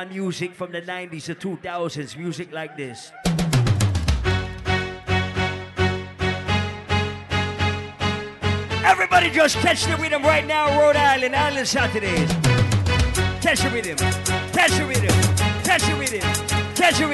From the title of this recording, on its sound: LIVE AT ISLAND SATURDAYS ON OCTOBER 19TH